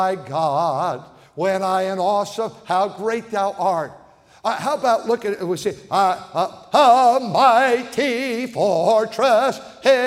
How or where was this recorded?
large echoing room